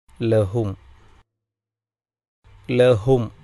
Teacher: സാക്കിനായ മീമിനെ ഇൽഹാറ് ചെയ്തുകൊണ്ട് ഉച്ചരിക്കുക, അതായത് വ്യക്തമായി പാരായണം ചെയ്യുക. ലഹും, ലഹും അവസാനത്തെ ഹർഫ് അക്ഷരം മീമാണ്, സുക്കൂനുള്ള മീം.